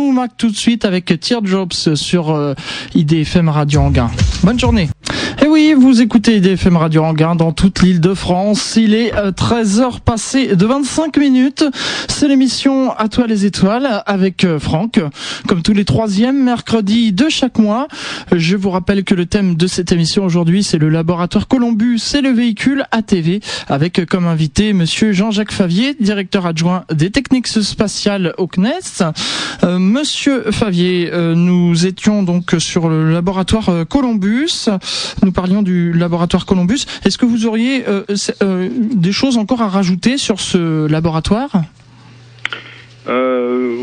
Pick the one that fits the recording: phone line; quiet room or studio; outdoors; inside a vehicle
phone line